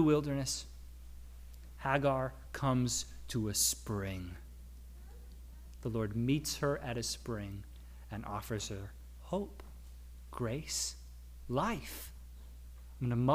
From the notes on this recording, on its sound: Audio from our service on September 11, 2022